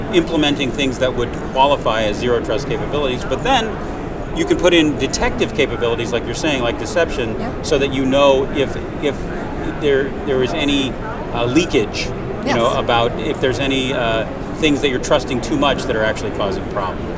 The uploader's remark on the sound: while both were at the RSA 2019 Conference